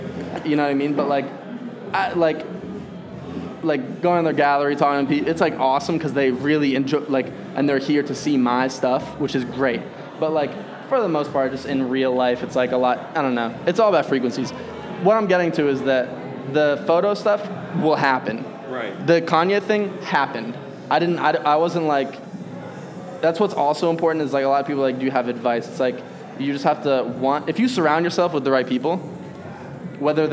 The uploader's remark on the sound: interview recorded during his homecoming gallery show